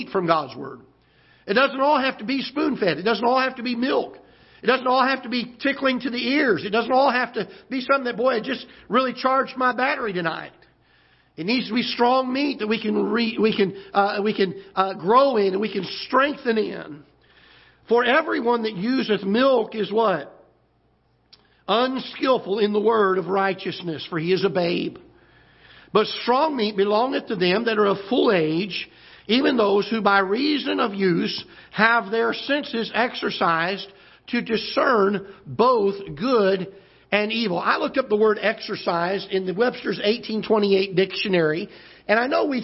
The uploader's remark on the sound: Ketha Heights Baptist Church ~ Live Broadcast